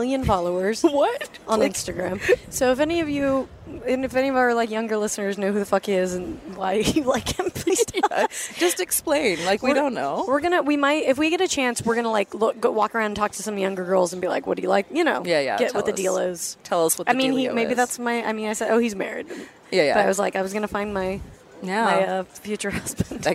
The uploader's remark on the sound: Live from Warped Tour!